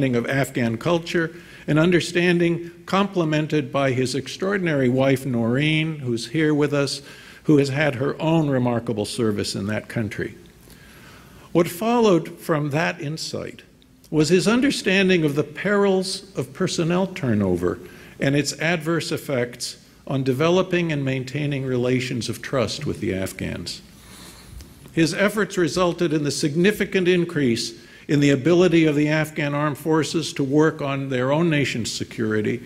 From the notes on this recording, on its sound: Gave the keynote address at IWP Commencement on May 18. 2019 at the Fairmont Hotel.